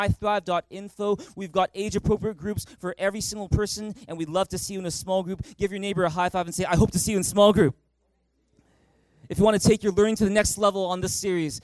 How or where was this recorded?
large echoing room